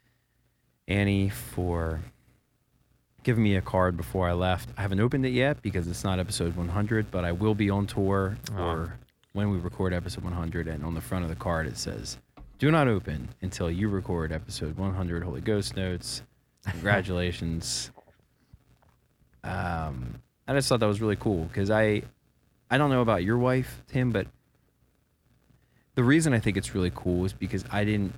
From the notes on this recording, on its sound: finds himself recording from the back of the bus while the rest of the band and crew are asleep